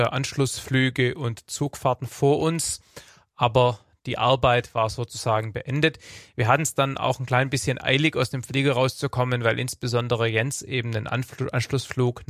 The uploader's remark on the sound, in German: Diese Episode ist auf diesen Flügen entstanden und enthält sowohl Aufzeichnungen von Briefing, Outside Check und der Arbeit im Cockpit. Frachtfliegerei mit Lufthansa Cargo's MD-11F.